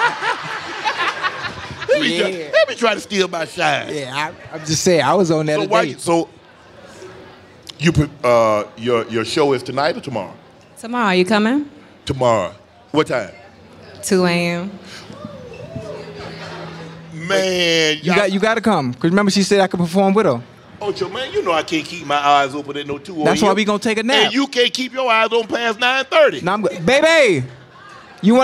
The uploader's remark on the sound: LIVE from Resorts World Las Vegas